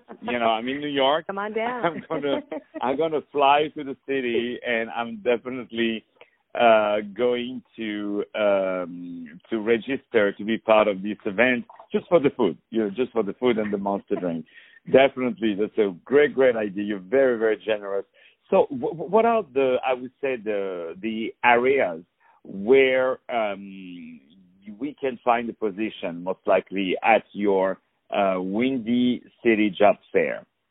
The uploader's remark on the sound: Interview on the phone